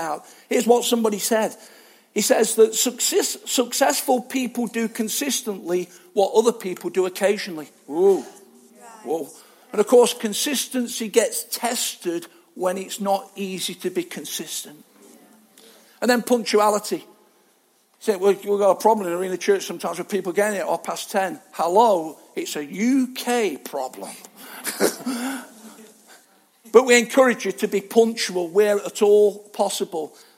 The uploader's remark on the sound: Arena Church Ilkeston